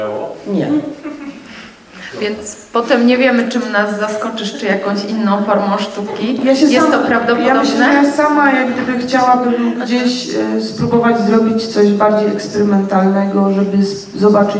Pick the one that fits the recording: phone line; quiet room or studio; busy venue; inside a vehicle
busy venue